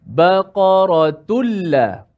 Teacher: Okey, tak boleh baca baqaratulla ah, masuk hidung juga, tak ada. Suara tanwin tu, suara nun mati tu dah dimasukkan ke dalam lam.